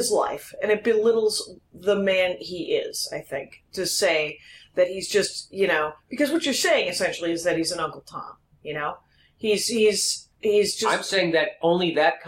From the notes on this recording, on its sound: Sound note: I don't think the sound taped through the board, it came right out of the ZOOM. There is a lot of chewing going and my phone rang twice during the show and I weeded off for more coffee.